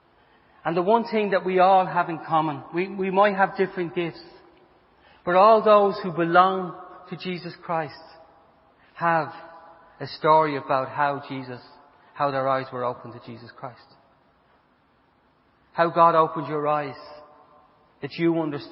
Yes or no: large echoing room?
yes